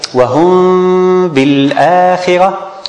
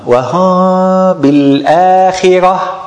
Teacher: What should we do with the ikhfa? We make the two lips meet together without pressing too much or without leaving a gap. And we apply the ghunna.